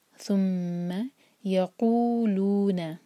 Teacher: قو اور لو دونوں کو دو دو حرکہ کھینچنا ہے، لمبا چھوٹا نہ ہو · Term: مد طبعی